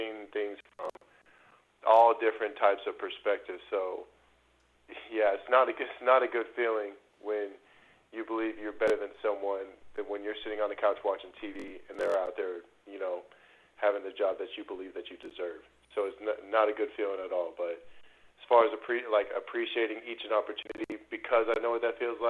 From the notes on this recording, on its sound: Radio Interview. LIVE on the Back In Action Hotline.